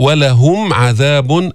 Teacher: إظهار الميم الساكنة لأنه بعدها ما في ميم ولا بعدها في باء، فإذا حكمها الإظهار.